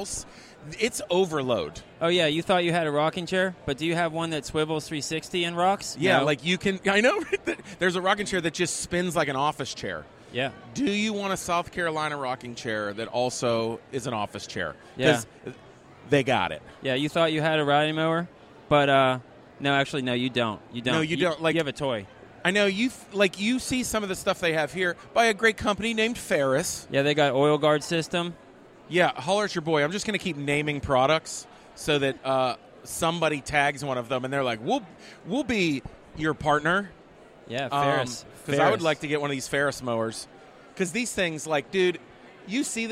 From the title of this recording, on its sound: LIVE at the Home Show